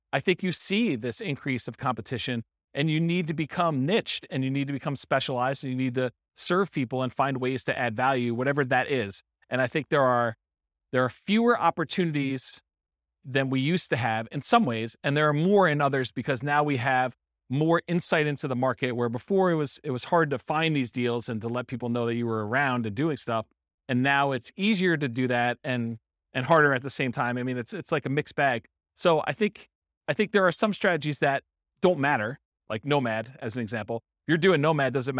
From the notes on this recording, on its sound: Real estate entrepreneurs in Baton Rouge, Louisiana. This was a live class recorded to give investors a solid qualitative overview of all the different real estate investing strategies. The live in-person version.